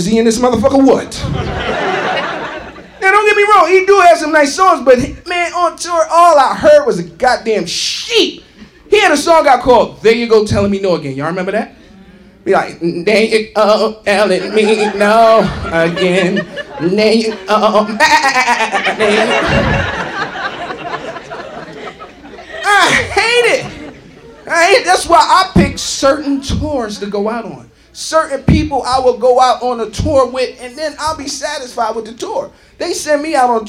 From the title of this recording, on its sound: Live at the Laff House